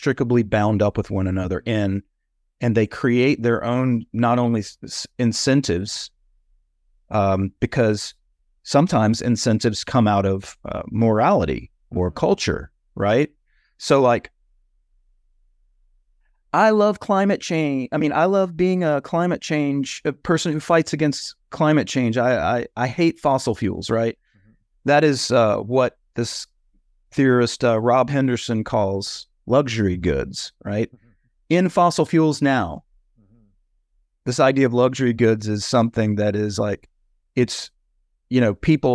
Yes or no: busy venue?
no